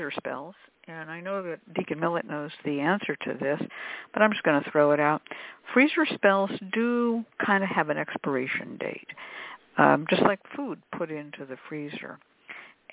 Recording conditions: phone line